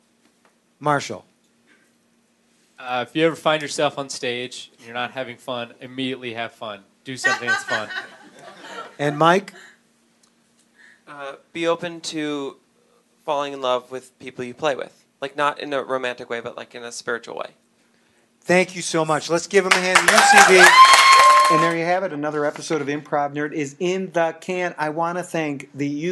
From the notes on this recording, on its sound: caught up with them at The Steel Stacks Improv Comedy Festival